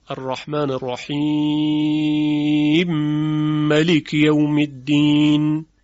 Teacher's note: مطلب دیگر ادغام کبیر است که از مختصات و ویژگی های روایت سوسی از قرائت ابی عمرو است که مثلا در عبارتهای مثل الرحمن الرحیم مالک یوم الدین که خوانده است الرحمن الرحیم مالک یوم الدین، که رحیم رو میمش رو ادغام میکنه در ملک و مالک رو هم ملک خونده، این رو میگن ادغام کبیر